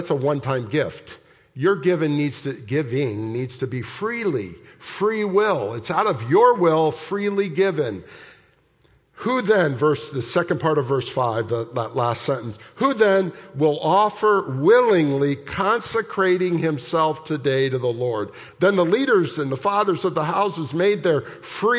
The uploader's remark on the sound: at the October 22, 2023 Sunday morning services of Boca Raton Community Church in Boca Raton, Florida.